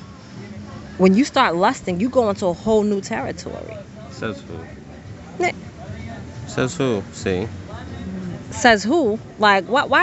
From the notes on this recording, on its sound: on location poolside in Punta Cana